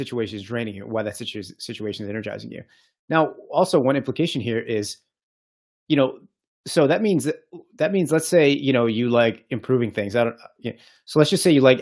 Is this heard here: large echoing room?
no